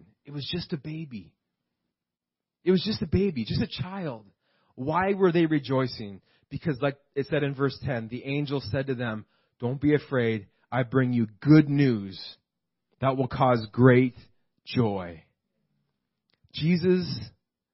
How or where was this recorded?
large echoing room